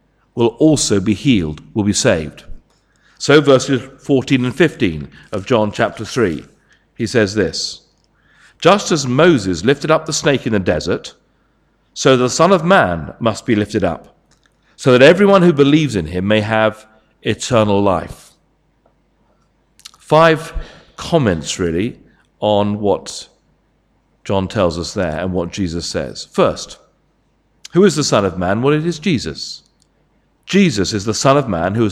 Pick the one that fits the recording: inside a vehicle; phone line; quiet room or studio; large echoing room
large echoing room